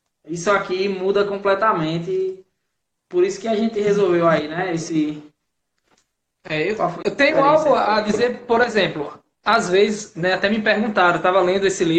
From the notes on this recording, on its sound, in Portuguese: Áudio da Live realizada no dia 07 de agosto de 2019, artravés do Instagram